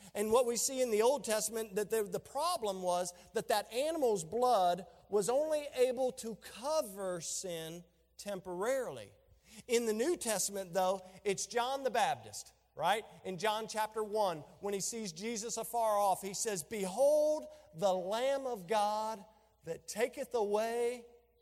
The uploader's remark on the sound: During a special Veterans Day Service